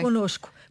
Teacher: o primeiro N nasaliza a vogal anterior